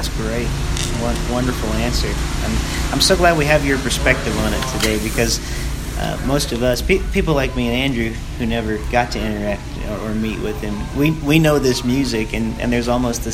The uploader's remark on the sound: Recorded live at Parnassus Bookstore in Nashville Tennessee.